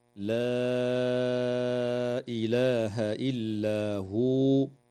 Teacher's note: مد منفصل في قوله تعالى: لا إله إلا هو، يمد بمقدار 4 أو 5 حركات